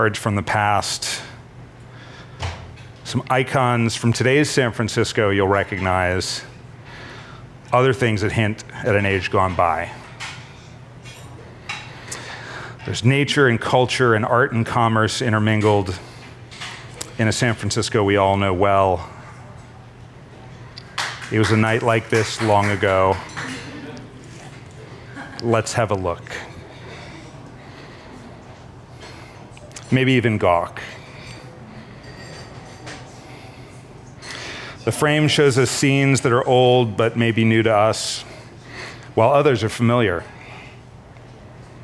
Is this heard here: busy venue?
yes